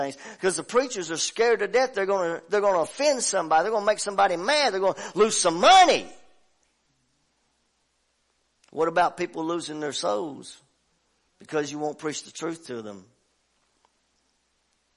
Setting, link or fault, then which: setting, large echoing room